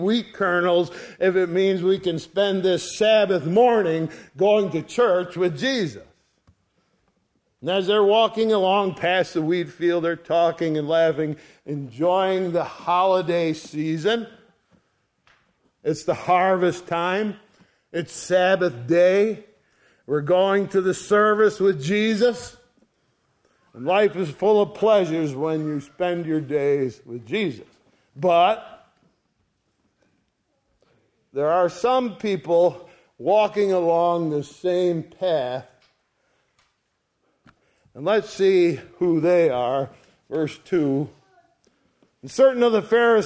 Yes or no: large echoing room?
yes